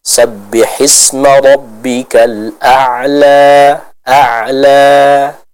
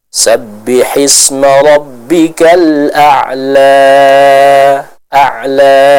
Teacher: seluruh akhir ayat ini dibaca dengan kadar panjang 2 harakat saja · Shown in: first take · Term: mad tabi'i